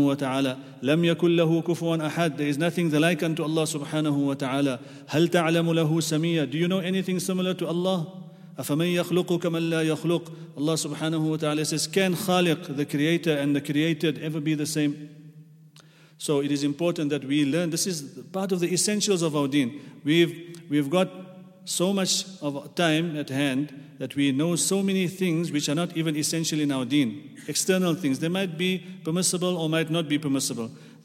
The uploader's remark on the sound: at the Houghton Masjid (West Street)